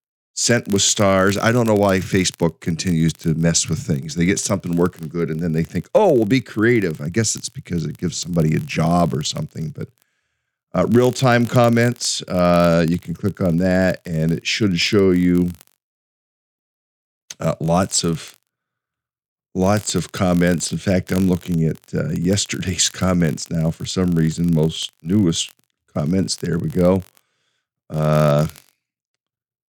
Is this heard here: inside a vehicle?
no